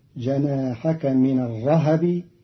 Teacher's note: قرأ قالون كلمة الرهب بتحريك الهاء فتصير جناحك من الرهب في إحدى لغاتها عند العرب.